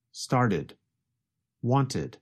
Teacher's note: the verbs started and wanted, you can hear the extra syllable id